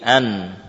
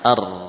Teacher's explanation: Ra taraful lisan min jihah dhahr ya. Adapun nun dari arah muqaddimah, dari arah depan, ra dari arah punggungnya.